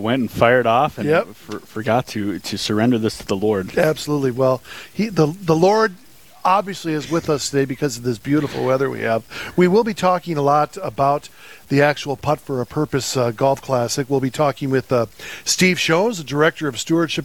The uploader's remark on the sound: Live from the Rose Creek Golf Course, the annual "Putt 4 a Purpose" fundraising event for the Fargo Diocese!